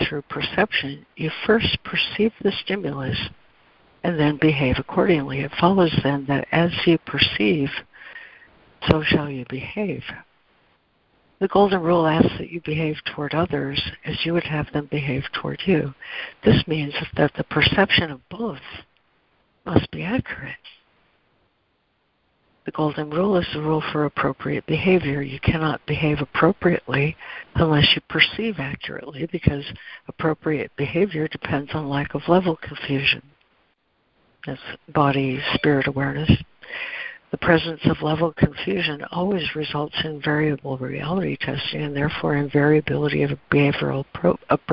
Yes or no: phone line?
yes